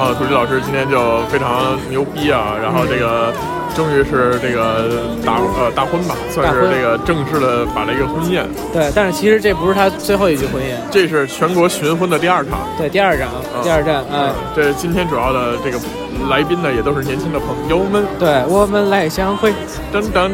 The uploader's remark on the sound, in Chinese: 婚礼现场